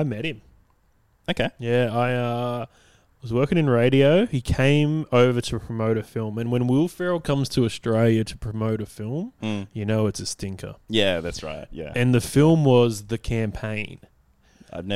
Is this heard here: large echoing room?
no